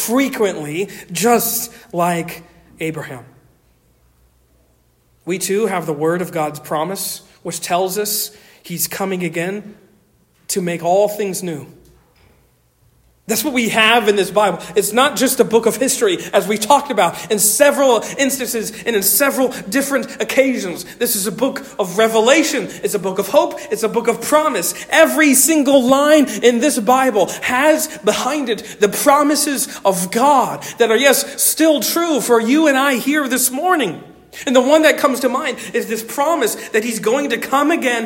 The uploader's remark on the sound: Originally delivered on 26 November 2023 at Stonington Baptist Church, Paxinos, PA. Originally delivered on 26 November 2023 at Stonington Baptist Church, Paxinos, PA.